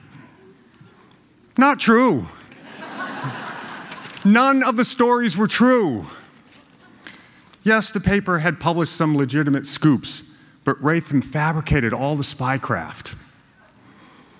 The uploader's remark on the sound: a storytelling event put on by the Globe at a theater in downtown Boston